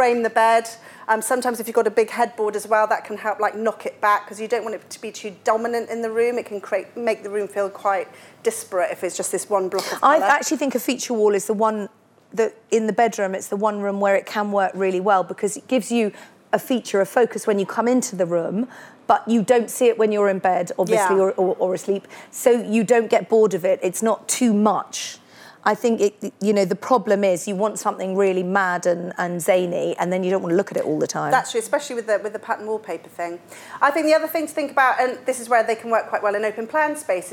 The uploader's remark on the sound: Live from Dublin!